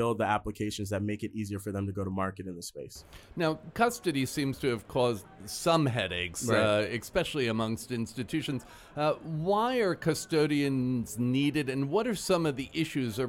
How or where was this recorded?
busy venue